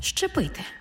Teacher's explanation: У слові «зчепити» зверніть увагу, на його початку є «з» – це свистячий, і поряд стоїть «чи» – це шиплячий. А разом «з» і «чи» на початку слова читаємо як «ши-чи»